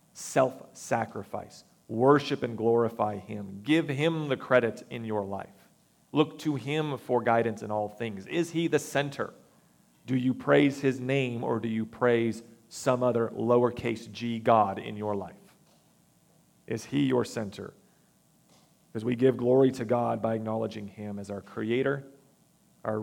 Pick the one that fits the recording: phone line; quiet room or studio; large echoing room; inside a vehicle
large echoing room